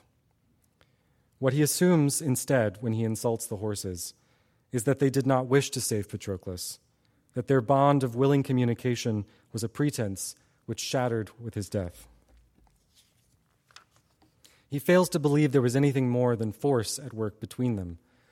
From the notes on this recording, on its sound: Audio recording of a lecture delivered on September 9, 2016. As part of the Formal Lecture Series.